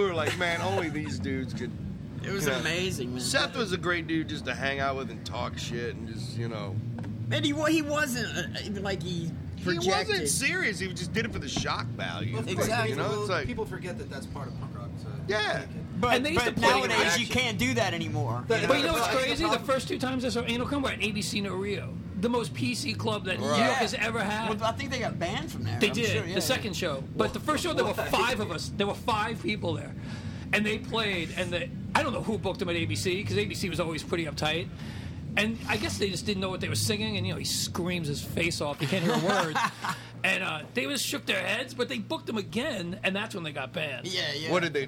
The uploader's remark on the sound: amongst the wonderful noises of the Saint Vitus Bar basement.